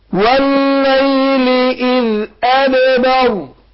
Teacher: والليل اذ ادبر. والليل، اللام هنا ناخد بالنا مشدده مدغمه